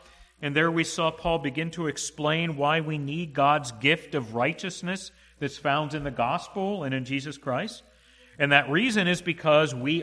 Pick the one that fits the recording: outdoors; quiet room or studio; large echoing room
large echoing room